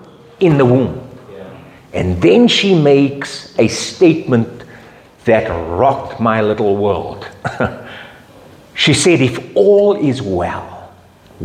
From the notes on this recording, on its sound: Men’s Breakfast Meeting. From Rhema Bible Church North, delivered to our men during their breakfast fellowship.